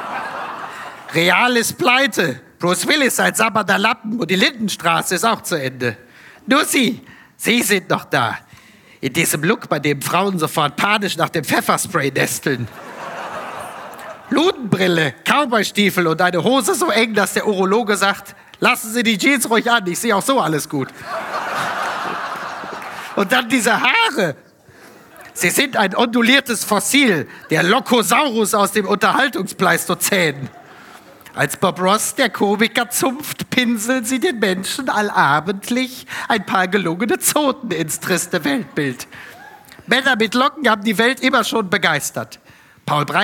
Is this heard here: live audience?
yes